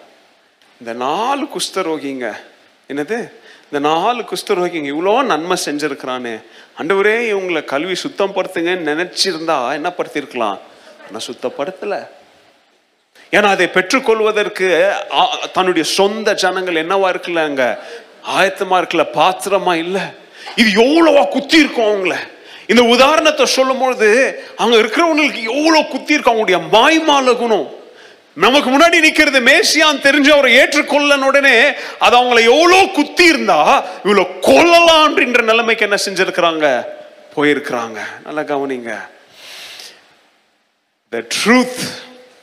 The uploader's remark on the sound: Missions Sunday Second Service Sermon Live.